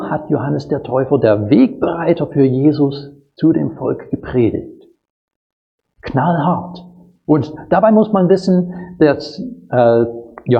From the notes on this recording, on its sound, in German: Predigt aus dem Gottesdienst